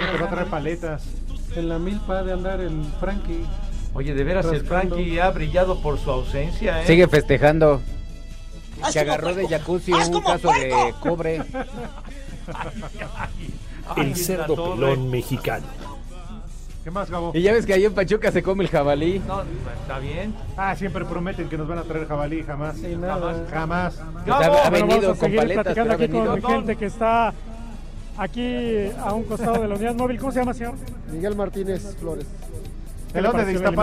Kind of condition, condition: setting, busy venue